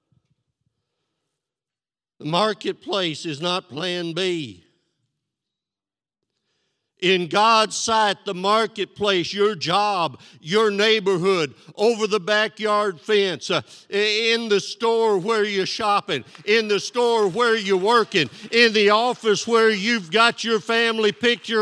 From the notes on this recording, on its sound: This sermon was recorded live on April 3rd, 2022 at Newark United Pentecostal Church.